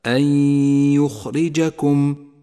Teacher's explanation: نسقط النون الساكنة من اللفظ ولذلك هي رمادية اللون، ونقف على حرف الياء بغنة زمنها حركتان ولذلك هو أخضر اللون، أي هكذا: أن يخرجكم. · Term: الإدغام بغنة